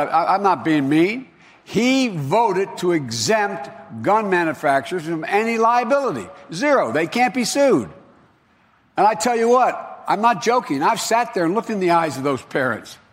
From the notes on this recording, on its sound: questions from voters in Nevada during a live town hall